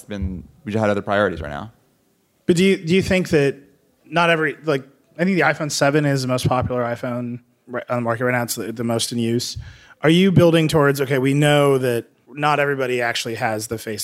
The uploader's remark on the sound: Live at The Glass Room in San Francisco